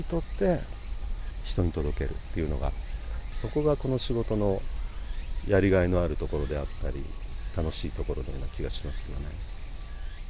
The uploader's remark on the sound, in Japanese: バイノーラルマイクで録音した夏の明治神宮の森の音。